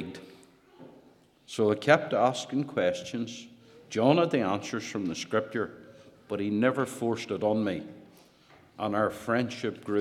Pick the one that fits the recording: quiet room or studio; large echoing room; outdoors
large echoing room